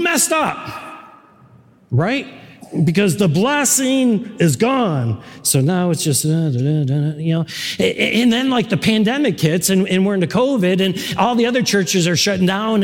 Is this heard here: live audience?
yes